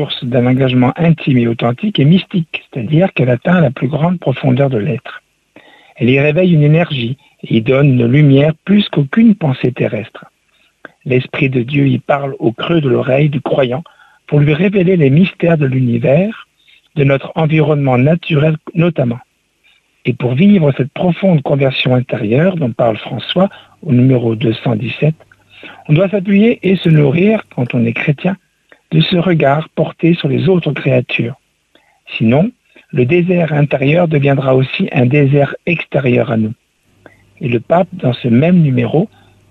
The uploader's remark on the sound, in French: invité par téléphone